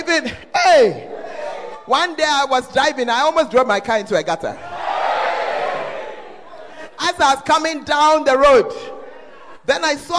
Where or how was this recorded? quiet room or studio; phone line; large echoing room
large echoing room